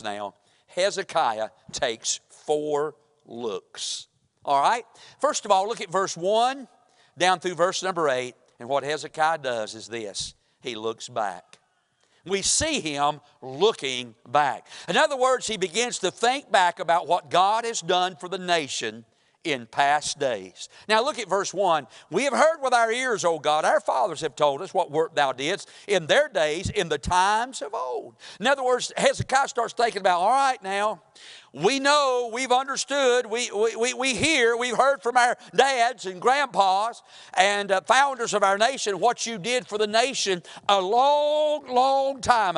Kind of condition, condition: setting, large echoing room